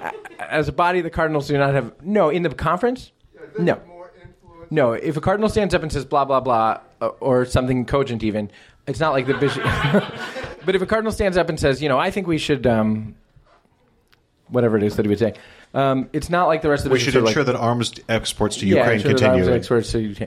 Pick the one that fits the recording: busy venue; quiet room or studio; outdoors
busy venue